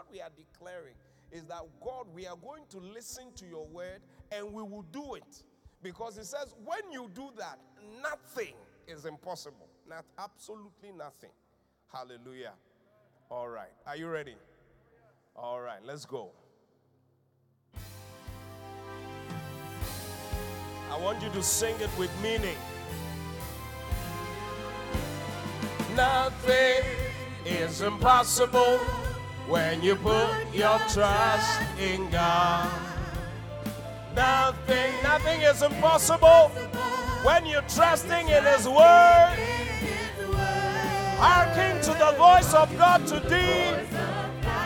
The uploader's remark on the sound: Preached at The Qodesh